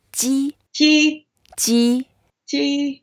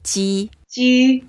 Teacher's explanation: it's the first tone, so we make it flat, and we sound if we are smiling with upper teeth and lower teeth together.